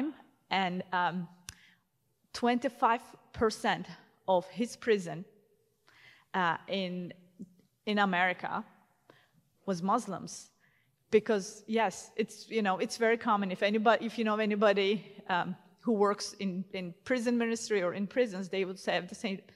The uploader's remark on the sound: at the 2022 Defending the Faith Steubenville Conference